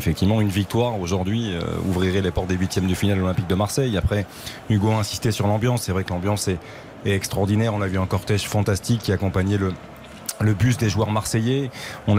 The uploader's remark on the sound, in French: En direct du stade Vélodrome.